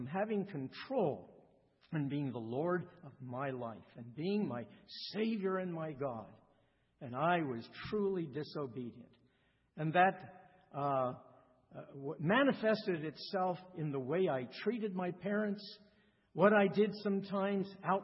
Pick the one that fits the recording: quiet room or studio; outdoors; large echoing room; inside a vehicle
large echoing room